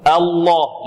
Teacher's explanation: لماذا غلظنا اللام هنا؟ لأنها سبقت بفتح. أين الفتح؟ على الهمزة. · Term: مغلظة